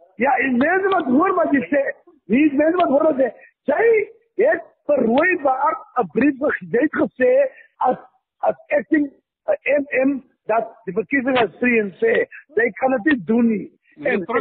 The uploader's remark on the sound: Telephonic recording. In a recording obtained by the SABC.